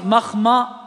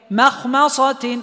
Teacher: ننتبه لترقيق الميم ليش؟ لمجاورتها الحروف المفخمة · Shown in: second take · فهنا مخمصة، ما مخ ما ص، الأول بعدها خاء والثانية بعدها صاد، فما يصلح أقول مخمصة مخما، لا مخما ما مخمصة غير متجانف مخمصة، وهكذا.